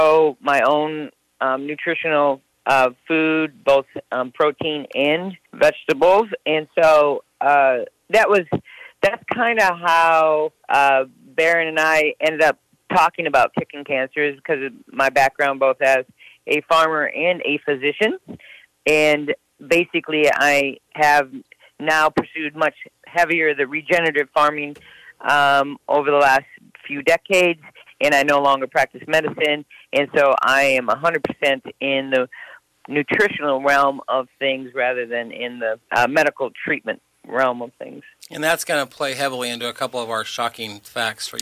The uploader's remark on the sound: Over the phone from outside Austin, TX.